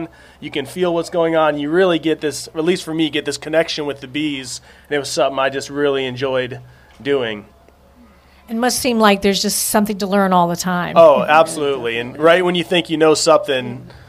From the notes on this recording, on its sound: Beekeepers Talk Shop At Sweetwater Farm. Participate in a live taping of The Zest podcast. In front of a live audience.